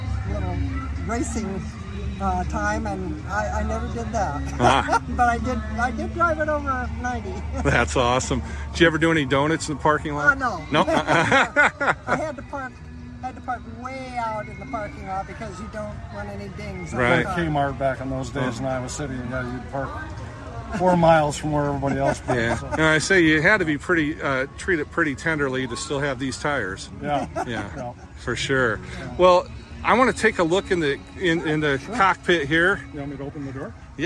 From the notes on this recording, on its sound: the sights and sounds of the Corn Country Cruisers' July 8, 2023, Cruise-In on the Square in Washington, Iowa!